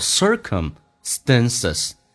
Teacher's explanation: s 跟 t 要把 t 浊化成 d，叫做 stances，发 a 这个发音。